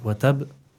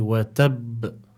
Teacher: we must apply additional emphasis, because as the Sheikh mentioned, the ba here is like a double ba · Shown in: second take · So we need to apply additional emphasis when pronouncing this word, and we don't just say watab, we say watab.